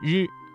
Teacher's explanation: 舌尖要卷起接近硬腭前部，但是不完全阻塞气流，要形成一种轻微的颤动。要注意的是，不要把它的发音和英语当中的字母 R 相混淆。普通话当中的声母 R 更接近于一种轻微的颤音，而非滚舌音。在练习这些翘舌音的时候，最重要的是要掌握舌头的正确位置和形成狭窄通道的能力，来确保声音的准确和清晰。可以通过镜子来观察舌头的位置和形状，反复练习，直到能够自然而然地发出准确的声音。此外，听力的辨识也非常重要，多听标准发音并且模仿，可以有效地提高发音的准确性。接下来纵游中国节目继续。自小生活在天马的故乡，对马的脾性十分熟悉。历史上这里的人们放牧牛马，逐水草而居。对于他们的游牧生活，《